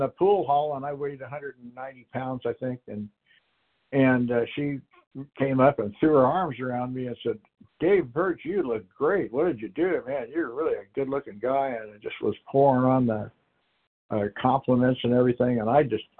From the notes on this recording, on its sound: Qualification from the 100 Pounders Phone Meeting.